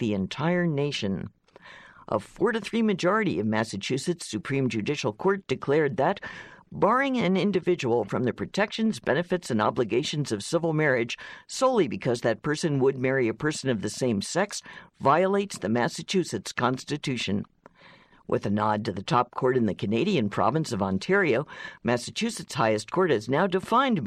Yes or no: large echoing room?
no